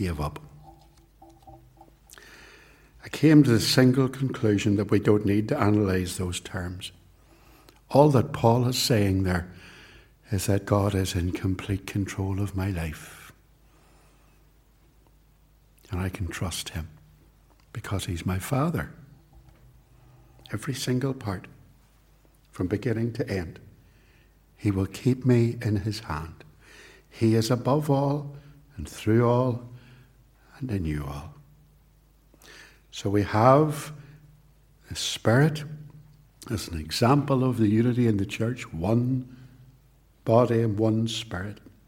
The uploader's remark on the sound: This sermon was preached at both Ballymacashon and Templepatrick Reformed Church. It was recorded at Templepatrick and is used here with their kind permission.